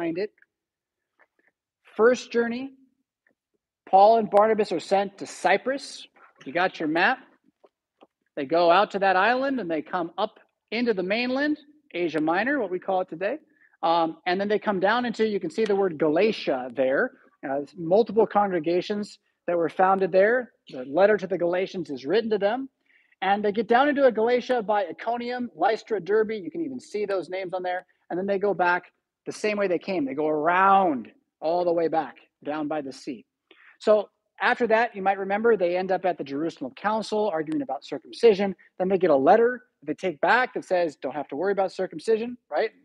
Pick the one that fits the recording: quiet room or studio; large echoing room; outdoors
large echoing room